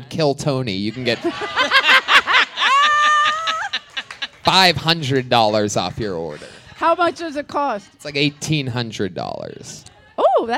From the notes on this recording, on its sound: LIVE FROM SXSW 2022. Headed down south to host our first event at SXSW.